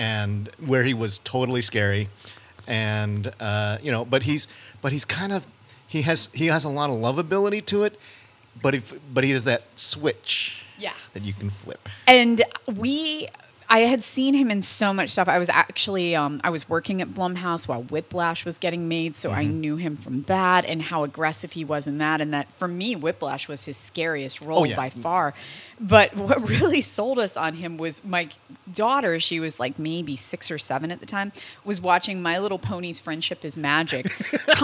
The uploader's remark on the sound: we got an opportunity to talk with her backstage